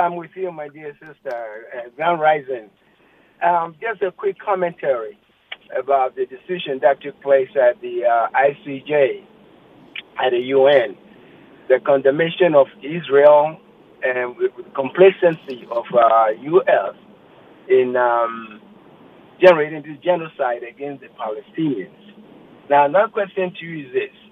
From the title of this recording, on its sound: Open Phones